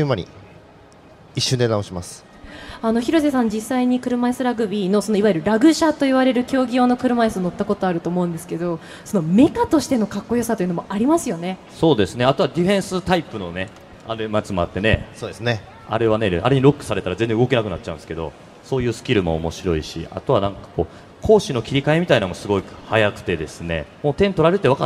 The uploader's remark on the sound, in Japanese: 東京・丸の内のマルキューブ 番組公開収録。